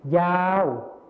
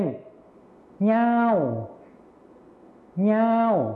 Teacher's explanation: ในภาษาไทยมาตรฐานนะครับจะใช้ยอยักษ์นั่นเองส่วนในภาษาถิ่นอีสานจะใช้เสียงเงื่อก็คือคำว่าเงานั่นเองครับ